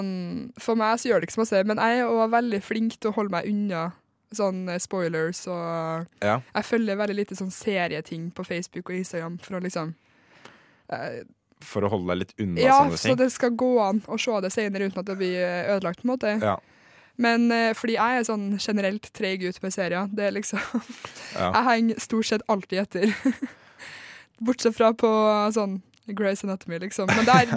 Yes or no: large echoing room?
no